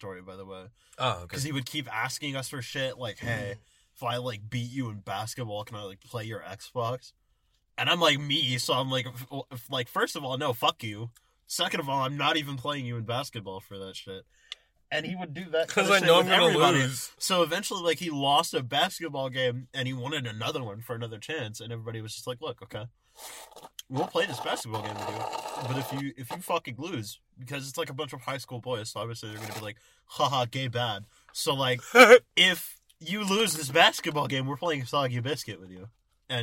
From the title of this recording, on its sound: From the Car